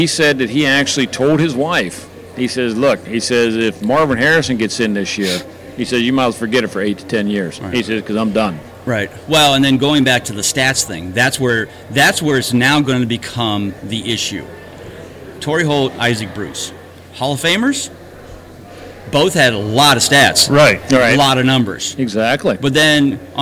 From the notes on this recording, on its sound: Have come back to Canton. Join us as we come to you live from radio row at the Pro Football Hall of Fame.